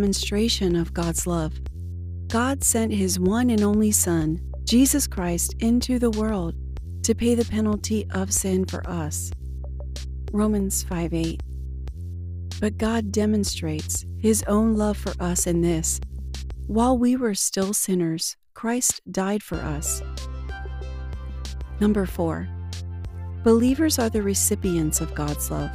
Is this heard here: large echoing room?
no